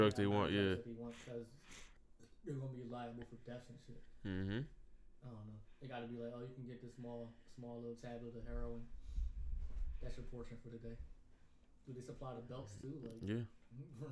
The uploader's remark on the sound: Host chat, we had a slight audio malfunction. Blame chromebooks.